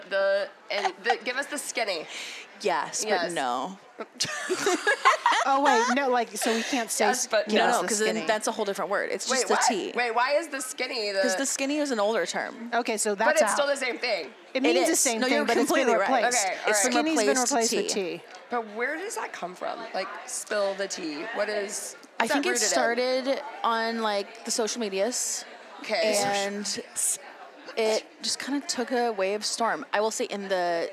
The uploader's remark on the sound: Sit down live from YWLS.